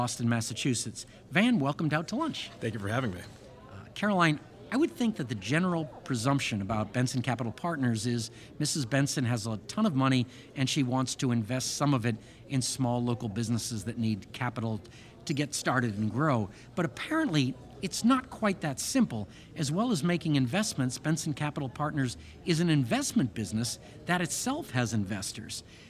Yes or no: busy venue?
yes